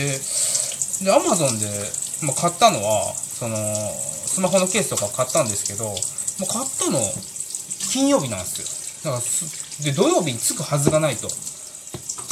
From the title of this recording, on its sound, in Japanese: 今日は洗い物しながら収録しました。